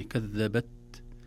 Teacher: كلمة كذبت، التاء ساكنة، والتاء حرف شديد بمعنى لا يقبل أن يمط زمنه، ينحبس في مخرجه، كذبت. لكن لو لم نظهر له همسا يسيرا بخروج بعض الهواء لماتت التاء تماما، لم نسمعها.